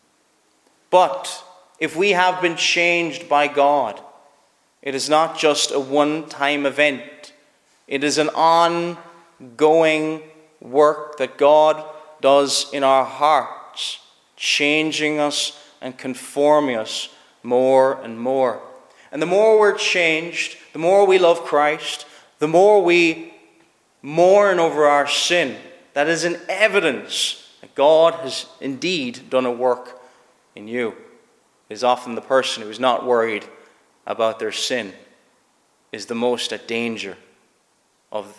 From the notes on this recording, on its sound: Preached at Shettleston Free Church -Continuing- at their communion season.